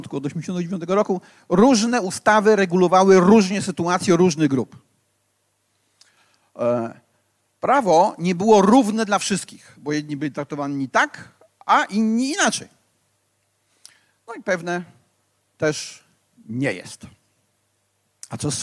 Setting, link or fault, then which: setting, live audience